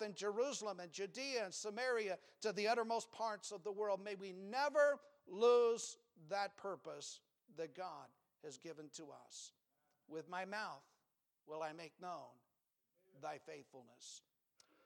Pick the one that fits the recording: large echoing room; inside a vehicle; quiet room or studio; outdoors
large echoing room